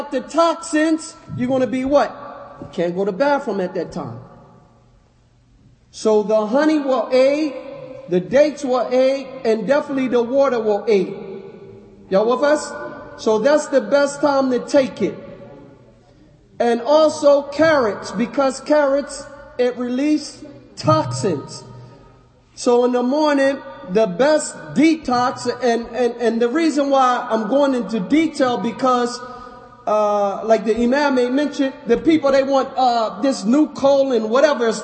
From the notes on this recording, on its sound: Lecture given at Masjid Nur Allah, Queens, NY